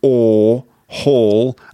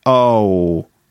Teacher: Hall is a long monophthong, and hole is a diphthong. It's two sounds.